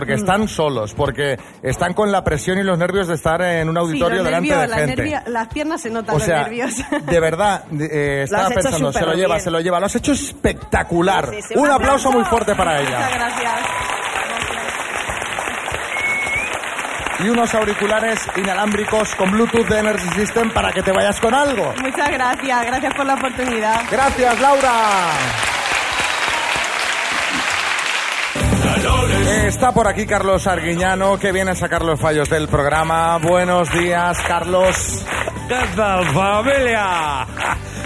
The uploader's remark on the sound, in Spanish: Las Mañanas KISS desde ALICANTE. Lleno total en nuestro programa en directo en Alicante. Nuestra tradicional cita a ciegas sobre el escenario.